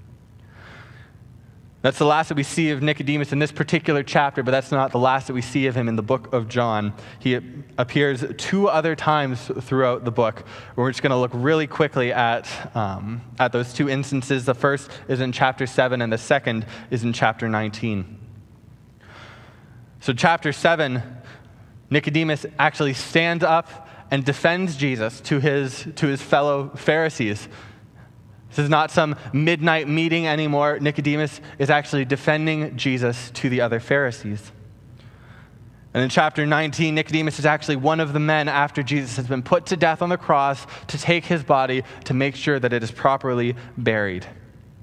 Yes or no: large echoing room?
yes